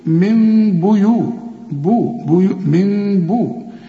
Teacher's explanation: اقلب النون لمين لأنها بعدها به، وبيحصل لها إقلاب وإخفاء مع غنة وما تضمش شفايفك.